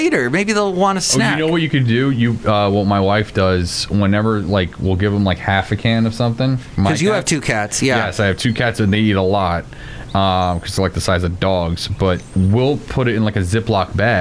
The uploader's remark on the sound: podcasts live from Cafe Anyway